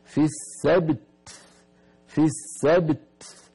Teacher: قلقلة الباء في السبت، الأمر الثاني حبس صوت التاء في السبت، ثم إطلاق النفس فصار في السبت.